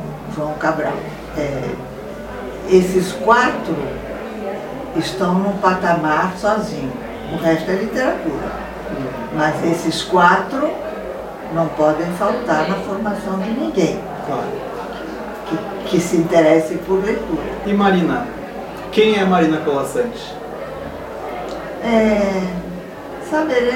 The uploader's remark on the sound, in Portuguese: Os três primeiros episódios foram gravados durante a Feira do Livro de Santa Maria-RS 2019